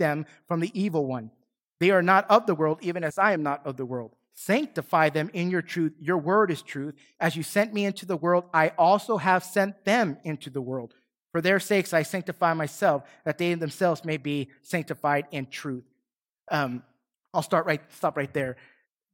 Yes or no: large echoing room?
yes